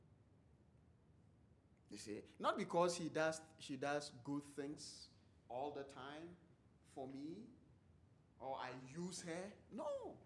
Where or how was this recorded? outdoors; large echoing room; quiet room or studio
large echoing room